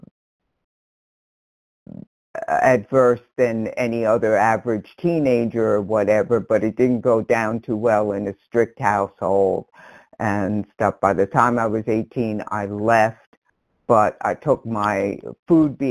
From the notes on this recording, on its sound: from the 100 Pounders Phone Meeting, 12/1/22